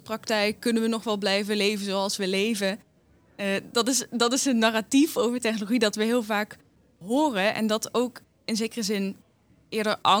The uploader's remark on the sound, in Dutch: Brengen we verslag uit vanaf het September Me festival in Amersfoort. September Me is een muziekfestival voor ontdekkers en verdwalers waar innovatieve muziekpraktijken centraal staan.